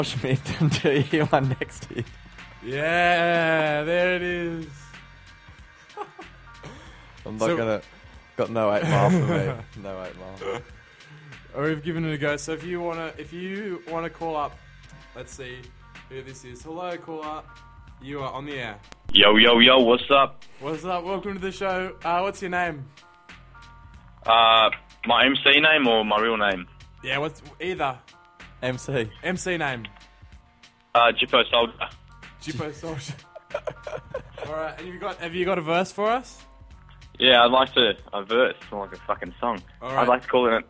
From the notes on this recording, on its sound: We try our best on the mic and then hand over to our callers.